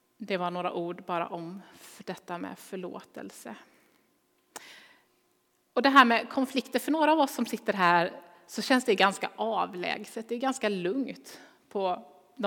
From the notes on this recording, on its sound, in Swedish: Inspelning från Immanuelskyrkan Skövde.